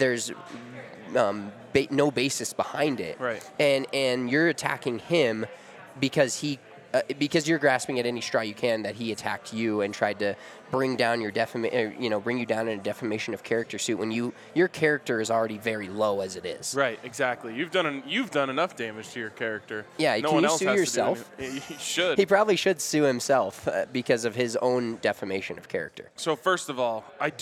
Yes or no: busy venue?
yes